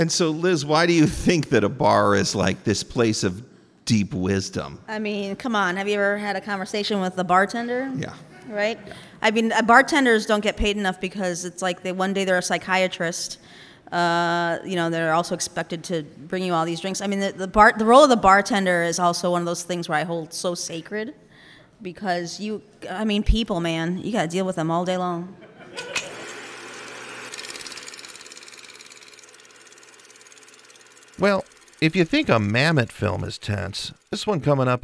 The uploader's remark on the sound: Curious City Live from Goose Island Barrelhouse